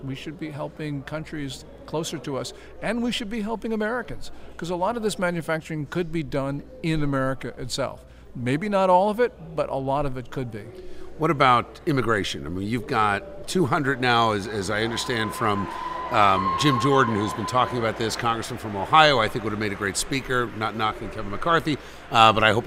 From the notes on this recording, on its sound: Broadcasts live from A Seat At The Table Conference in New Jersey, and brings a cast of rotating guests with him!